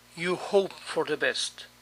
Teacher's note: Noten que el sonido T no se escucha claramente.